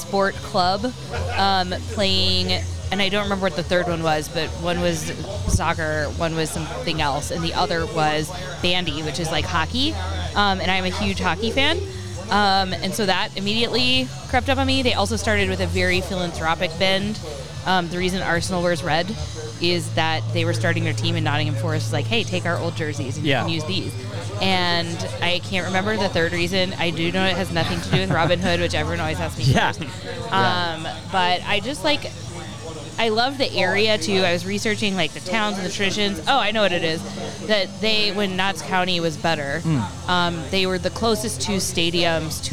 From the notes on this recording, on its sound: Music at Mike’s. Live from Mike's in Haughville.